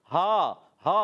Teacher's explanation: हा अदा होता है हलक के नीचे वाले हिस्से से